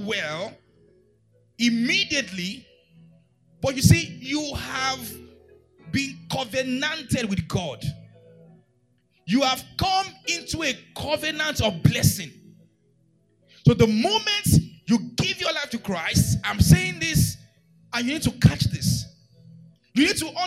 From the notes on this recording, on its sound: March 13, 2022 2nd Service Gracemade Christian Centre